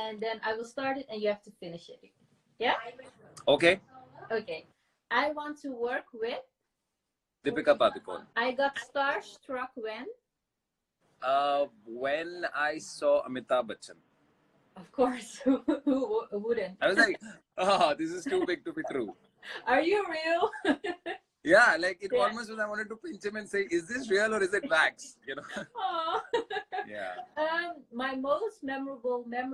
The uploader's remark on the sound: Instagram Live